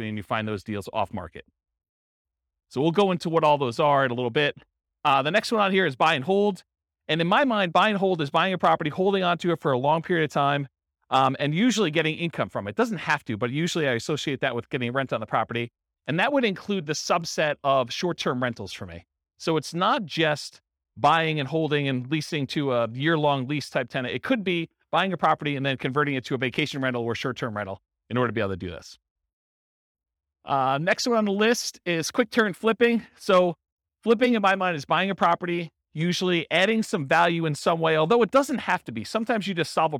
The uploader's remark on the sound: This was a live class recorded